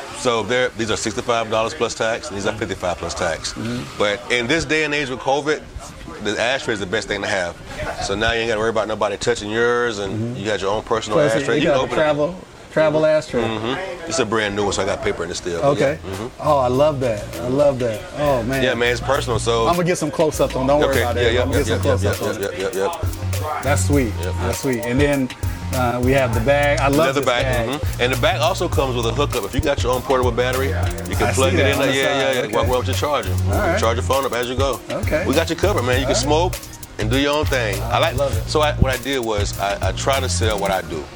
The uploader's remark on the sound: PuffChat Episode recorded at Havana Cigars ATL